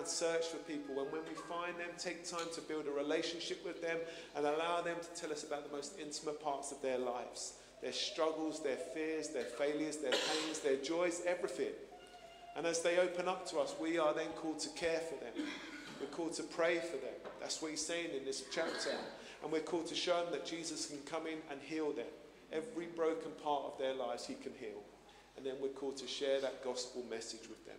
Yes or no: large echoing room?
yes